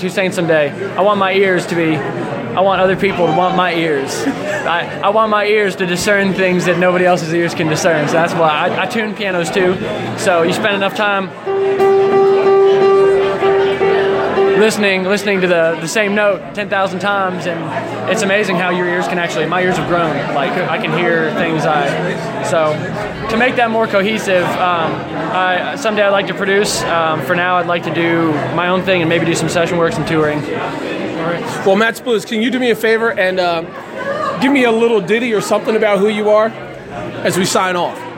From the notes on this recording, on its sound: On location for the 2017 Lancaster Roots & Blues Festival. At the Excelsior in Lancaster PA.